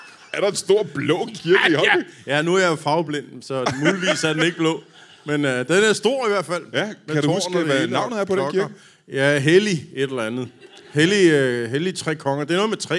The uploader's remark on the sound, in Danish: LIVE fra Herning